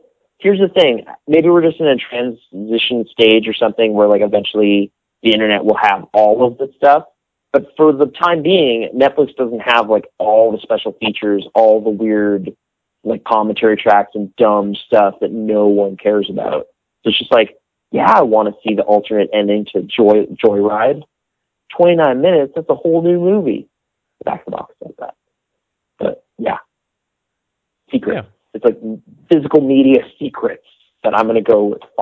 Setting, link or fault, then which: link, phone line